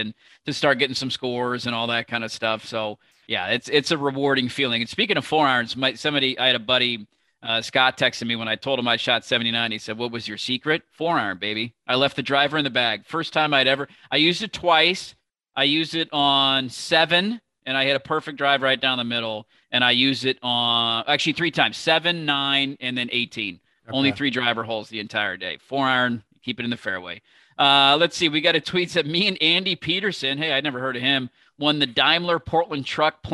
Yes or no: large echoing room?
no